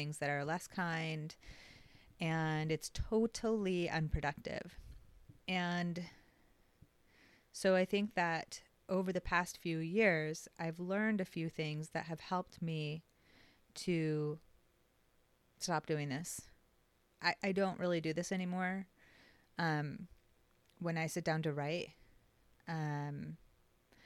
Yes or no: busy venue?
no